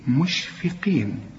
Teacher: الفه مرققة والقاف في آخر درجات التفخيم